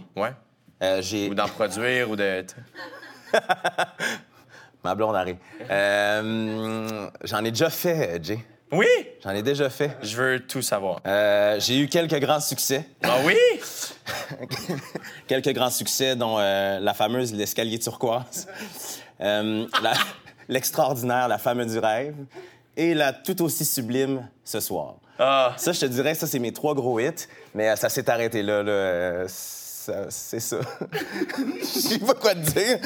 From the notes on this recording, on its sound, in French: J'ai décidé de vous faire patienter avec des entrevues devant public que j'ai enregistrées l'année dernière.